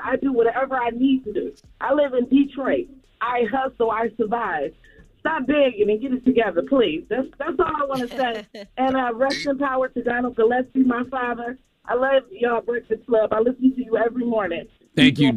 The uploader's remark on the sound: We opened the phone lines to hear our listeners thoughts.